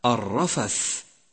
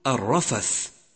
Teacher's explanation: أولا، احذر أخي من تكرر حرف الراء من كلمة الرفث، أي هكذا الرفث، والصحيح أن تقول الرفث، فالراء واحدة وليست متكررة · Shown in: second take